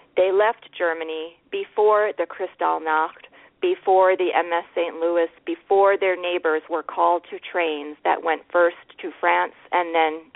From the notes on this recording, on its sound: Poets calling in to read their poems from Stubenville, Ohio, Canada, Long Island, New York, Bangor Maine, Birmingham, Alabama, New York City, New York and Redondo Beach, California.